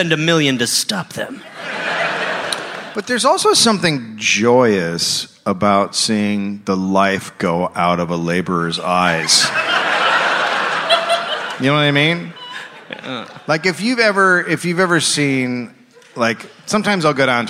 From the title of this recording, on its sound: Live in Pittsburgh